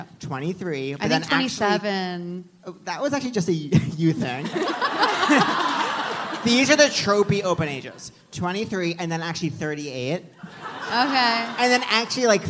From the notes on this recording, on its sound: live on stage at The Bell House